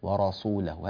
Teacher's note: وفي قوله تعالى الذين يحاربون الله ورسوله، سو حرف السين رققه بارك الله فيك، لا تقول ورسوله هكذا، السين صار فيها شيء من الصاد بسبب شيء من التفخيم